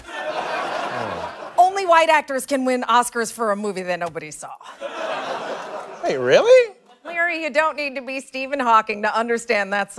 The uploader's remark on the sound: At a live show in Brooklyn’s Union Hall.